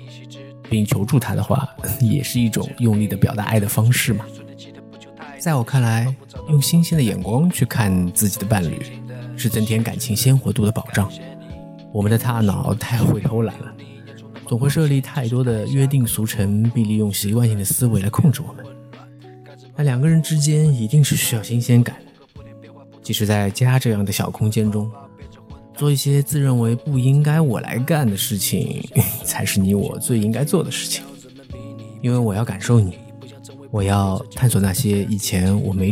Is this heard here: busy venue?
no